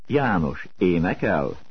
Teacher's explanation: Note that the rising intonation falls suddenly at the last part of the word.